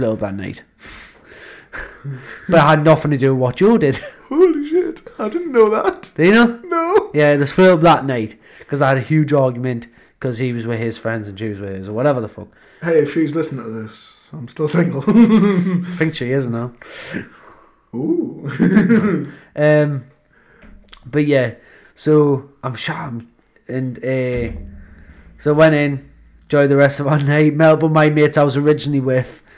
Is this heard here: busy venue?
no